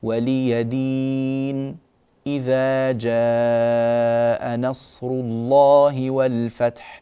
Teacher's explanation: جئت بين السورتين وسكت من غير تنفس، يعني لا يوجد خروج للهواء من الأنف ولا دخول للهواء إلى الأنف، لا يوجد زفير ولا يوجد شهيق، لا يوجد، إنما نتوقف عن التنفس تماما ولا نصدر أي صوت، وهو دون زمن الوقف. · Term: السكت